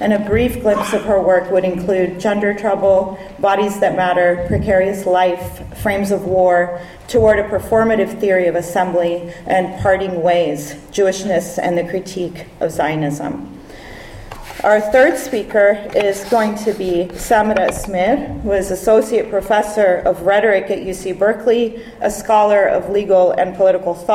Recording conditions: live audience